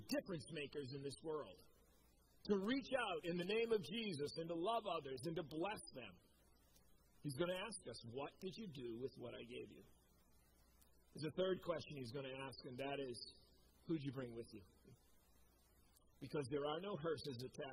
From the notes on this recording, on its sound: Preached at COMMUNITY Covenant church on 8/1/21.